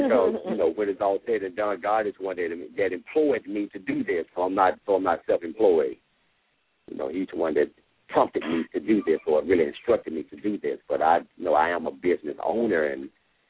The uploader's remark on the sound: LML uses a progressive live call in format.